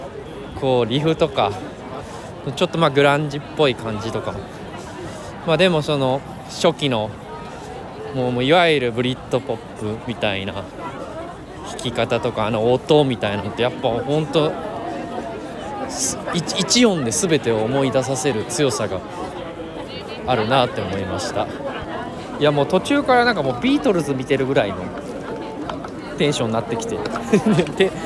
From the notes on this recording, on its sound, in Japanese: ノルウェーの首都オスローで8/9〜8/12の4日間にかけて行われたØyafestivalen（オイヤ・フェスティバル）での現地レポートをお届け。会場のステージを歩きながら紹介。